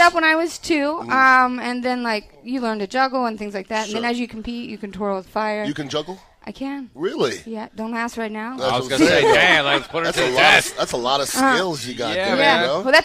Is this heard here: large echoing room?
no